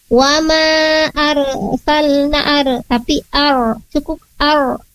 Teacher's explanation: Di sana ada huruf ro, tidak perlu dipantulkan kayak kol-kol.